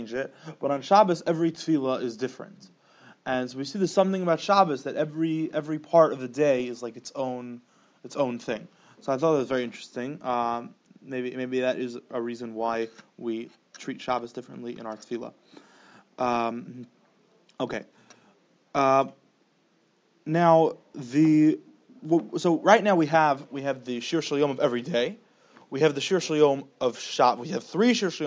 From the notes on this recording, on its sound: Special Sunday Morning Alumni Shiur. Shiur recorded in Yeshivas Ohr Reuven, Monsey, NY.